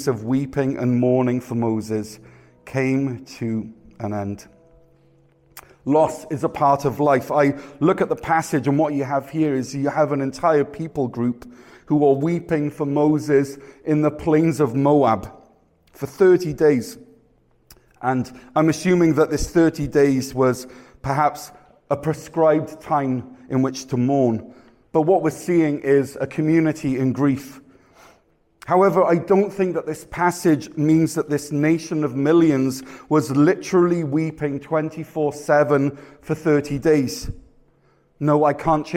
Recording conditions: live audience